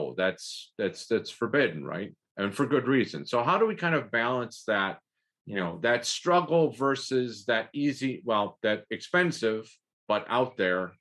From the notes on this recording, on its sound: This is a recording of the eleventh webinar in the Becoming Byzantine series